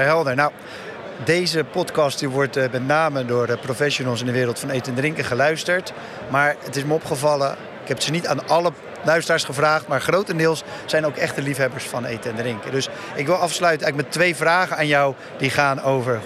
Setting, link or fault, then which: setting, busy venue